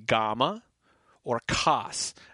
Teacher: The vowel A is a good open Latinate A, like the A in the Modern English father. So examples there would be gamma or cas, C-A-A-S, that you can have a double A in Middle English, again, because it's not a different vowel.